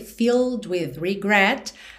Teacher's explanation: Filled, esse E agora já não é pronunciado. Então do L você vai direto pro D.